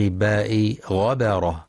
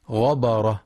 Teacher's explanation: ينتبه القارئ لترقيق باء غبرة فلا يقرأ غبرة بتفخيم الباء · Shown in: first take